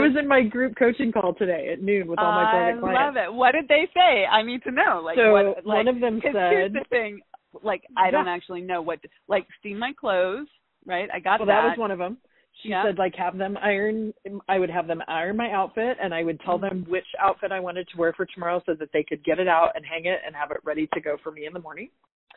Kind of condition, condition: link, phone line